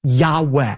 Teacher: What we actually have there in the original manuscripts are the letters Yud Heh Vav Heh, which are God's personal name that most Semitic scholars believe is pronounced a breathy Yahweh